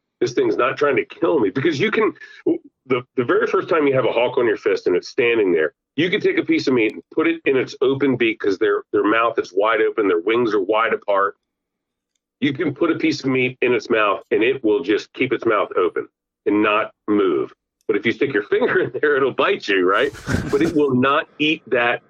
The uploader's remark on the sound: get on the phone with one of their good friends